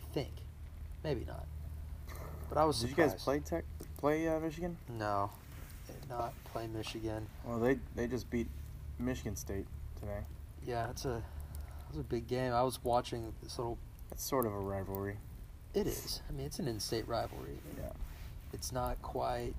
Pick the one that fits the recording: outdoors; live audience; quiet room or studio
outdoors